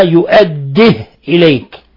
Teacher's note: بإسكان الهاء مع الهمز